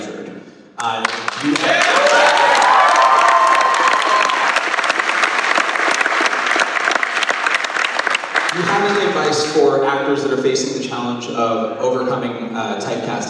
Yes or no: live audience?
yes